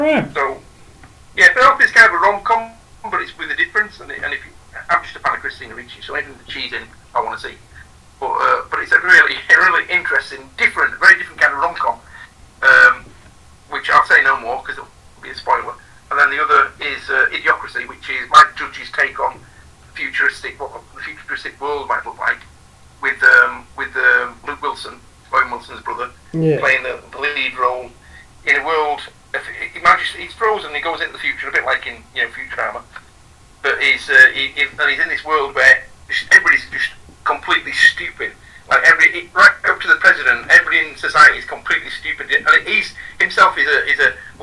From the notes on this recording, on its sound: I'm sorry about the dreadful mics. We couldn't get everything together in time, but we have learned.